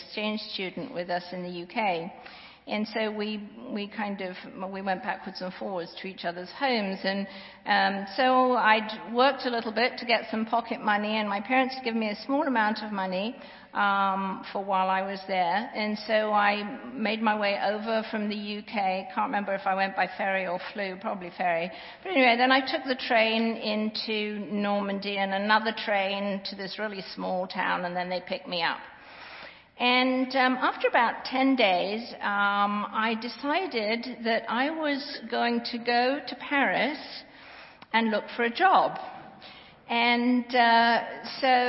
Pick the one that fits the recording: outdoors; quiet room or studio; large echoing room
large echoing room